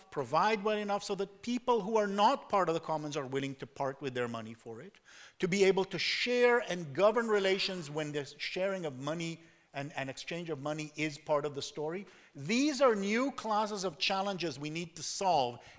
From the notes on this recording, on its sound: Talk with an engaged audience at the UN|COMMONS conference in Berlin. UN|COMMONS was the 15th annual conference of the Berliner Gazette.